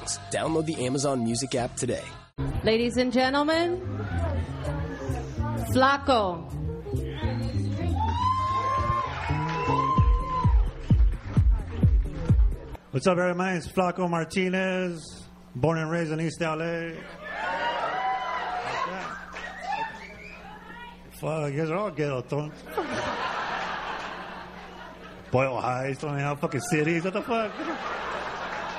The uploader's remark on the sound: We celebrated by doing the podcast in front of a live audience. At the Ice House in Pasadena and we brought back a bunch of our past guests. Podcast Live in L.A.